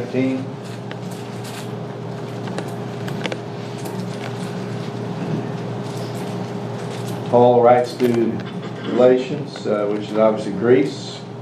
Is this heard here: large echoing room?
yes